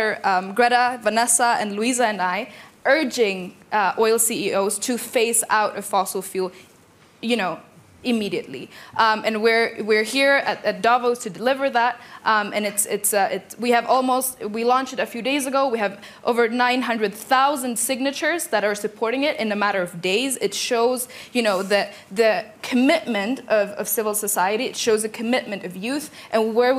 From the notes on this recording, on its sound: This panel held at the World Economic Forum 2023 Annual Meeting 18 January.